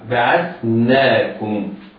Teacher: النون بعدها ألف تمد مدا طبيعيا بمقدار حركتين